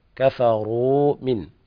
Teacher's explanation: في قوله تعالى إن الذين كفروا من، هنا المد سقط، وهذا مد لا بد من إثبات ذات المد، لا يجوز حذف هذا المد، وإلا يكون حذف شيء من كتاب الله. فلابد من مد الواو حركتين